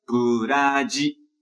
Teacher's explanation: Esse som do Z no japonês não existe. Então, a gente vai substituir o Z por DI.